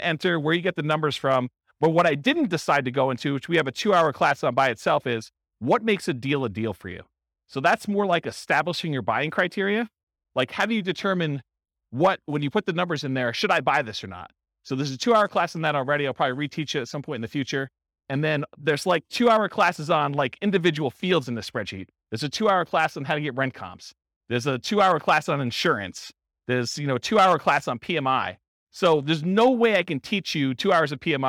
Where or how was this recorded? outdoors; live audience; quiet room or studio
live audience